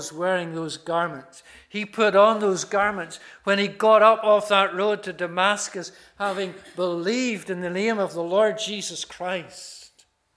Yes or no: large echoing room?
yes